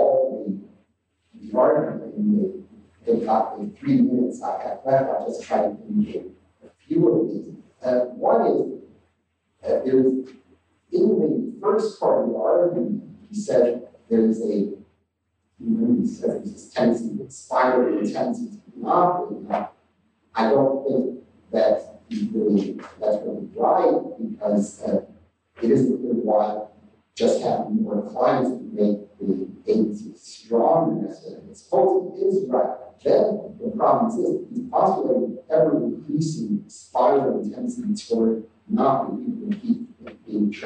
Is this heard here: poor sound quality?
yes